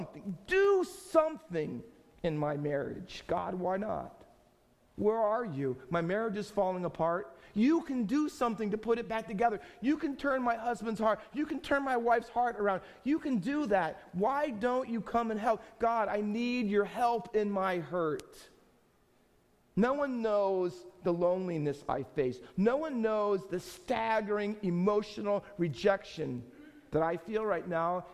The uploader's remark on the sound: Faith Baptist Church in Hamilton, NJ.